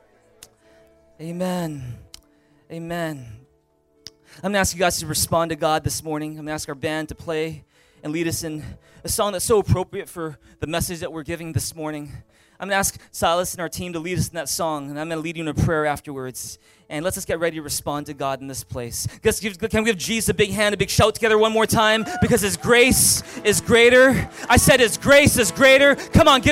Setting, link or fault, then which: setting, large echoing room